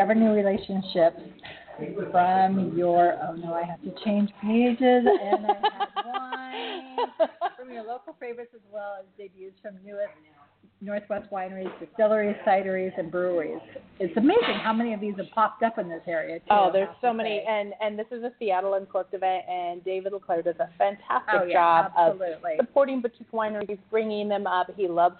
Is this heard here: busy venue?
yes